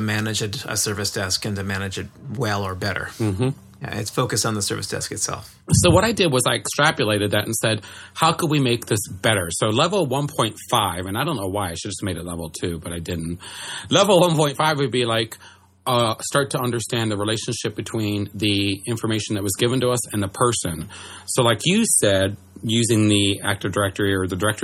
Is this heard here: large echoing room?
no